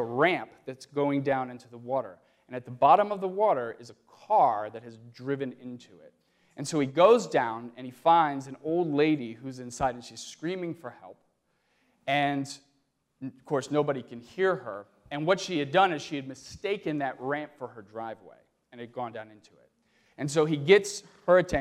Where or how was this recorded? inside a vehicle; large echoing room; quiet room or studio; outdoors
large echoing room